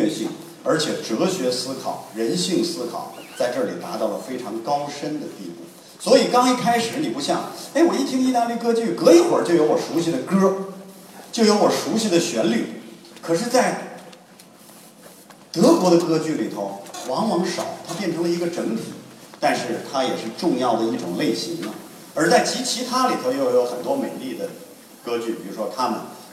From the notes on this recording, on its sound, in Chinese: 丰台十二中，一堂别开生面的歌剧艺术课正式开讲！更有多位青年艺术家现场演示，还专门设计了让学生互动体验的精彩环节。现场笑声阵阵。